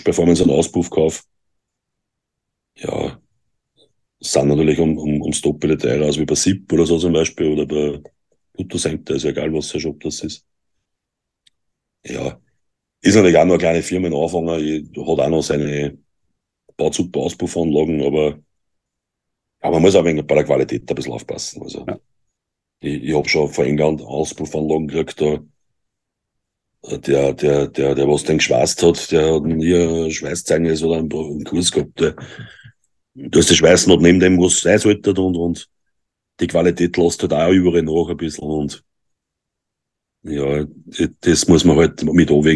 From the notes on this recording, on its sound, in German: Wir haben uns über Zoom getroffen!